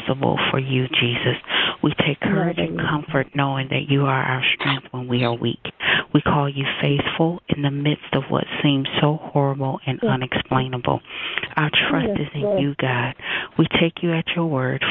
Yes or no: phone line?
yes